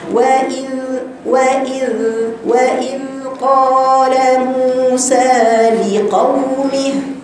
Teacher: واذ قال موسى لقومه انتبهوا يا احبائي، في قال القاف مفتوحه والقاف ما فيهاش هواء